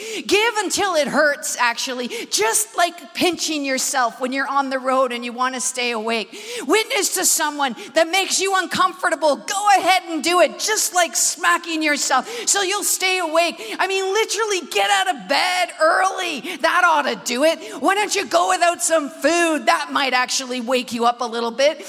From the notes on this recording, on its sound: Recorded at the Manchester Apollo